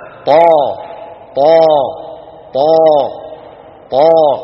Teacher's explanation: الطاء العربية الفصيحة مجهورة